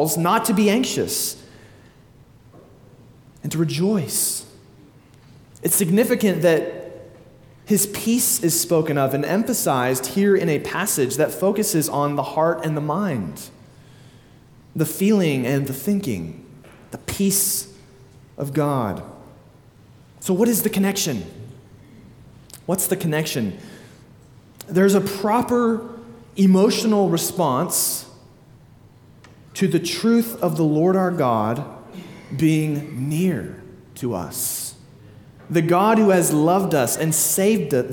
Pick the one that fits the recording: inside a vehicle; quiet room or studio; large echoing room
large echoing room